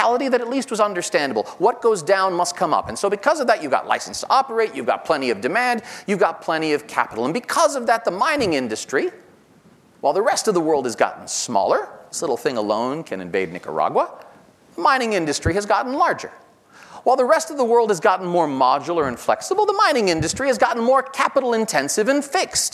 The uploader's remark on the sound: This episode features a keynote speech. Recorded live at The Northern Miner's Progressive Mine Forum held at the MaRS Discovery District in downtown Toronto in mid-October 2019.